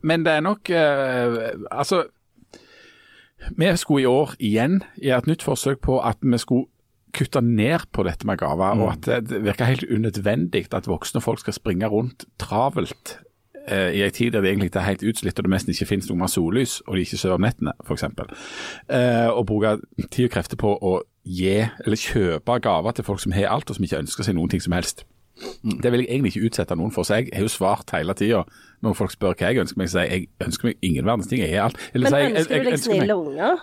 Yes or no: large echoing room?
no